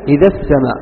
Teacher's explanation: شرط المد اللازم أن يكون في كلمة واحدة أو في حرف واحد، أما إذا جاء حرف المد في كلمة والهمز في الكلمة اللي بعدها فهنا يجب حذف حرف المد عند الوصل، مثلا إذا السماء، إذا ألف بعدها همز، هنا تحذف الألف